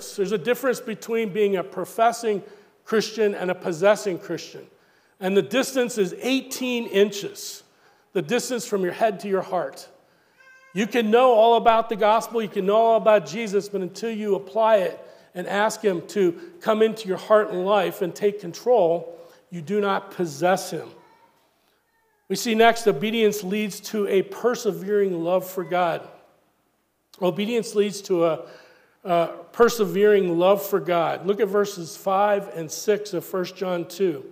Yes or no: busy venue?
no